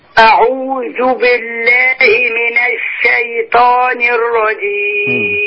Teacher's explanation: خلي بالك كنت بتقولي الاستعاذة من حاجتين، ترقيق حرف الذال أعوذ، أدي واحد. الأمر الثاني ترقيق الشين والياء بتاعت الشيطان